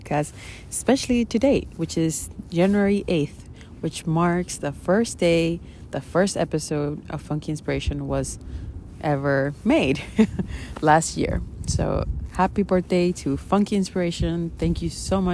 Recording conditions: wind noise